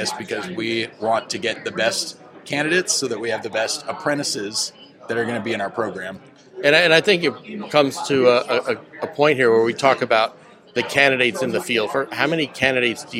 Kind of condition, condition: setting, busy venue